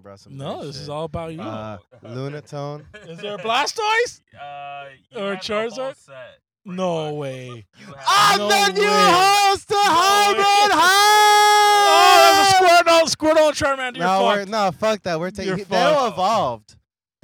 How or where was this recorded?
inside a vehicle